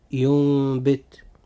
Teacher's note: وحرف الإقلاب هو حرف الباء، فإذا وقعت الباء أخي المسلم بعد النون الساكنة أو التنوين فإنها تقلب ميما مخفاة في النطق لا في الكتابة، أي إنها تنطق فقط ولا تكتب، وذلك مع بقاء الغنة